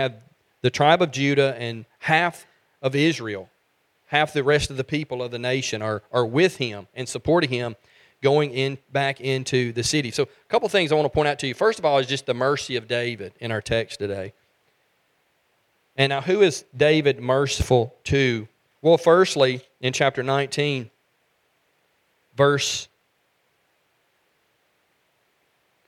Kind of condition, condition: setting, large echoing room